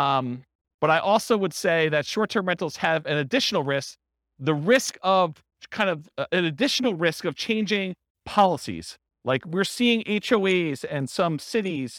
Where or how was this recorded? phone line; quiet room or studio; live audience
live audience